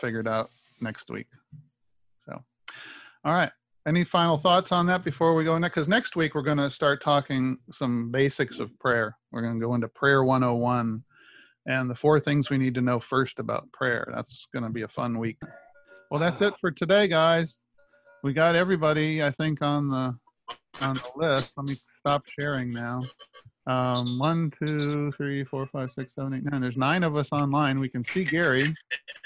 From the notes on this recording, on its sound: my ZOOM recorded Bible Classes